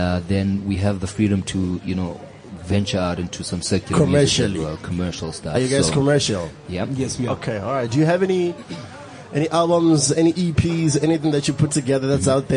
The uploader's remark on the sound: Live from the Lifestyle Home Garden